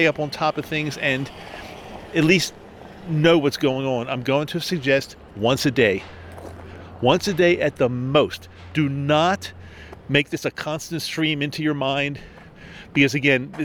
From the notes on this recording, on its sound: This is a SPECIAL EPISODE – recorded outside while walking hence the breathing!